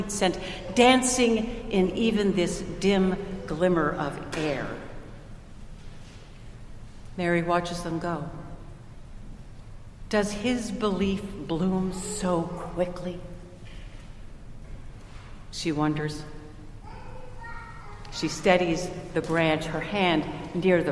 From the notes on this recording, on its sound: Recorded at Trinity Church in Princeton, NJ